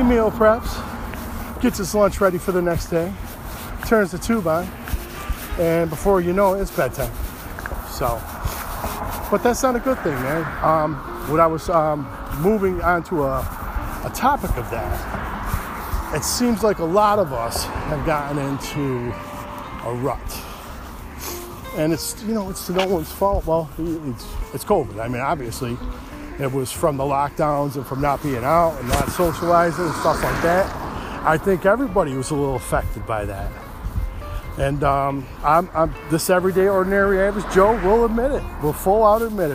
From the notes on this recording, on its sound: On the road. Walking sorry about my coat it’s too loud.